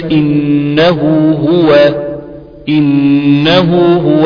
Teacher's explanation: اعلم أخي أن هاء الضمير واسم الإشارة تارة تمد وتارة تقصر. أقول تمد ضما بواو وكسرا بياء لفظا ويسمى هذا بمد الصلة. إذا وقعت الهاء وقعت الهاء بين متحركين ويجري عليهما حكم الأصل والفرع حكم المد الأصل والفرع نفس الكلام بيجري على الواو أو الياء.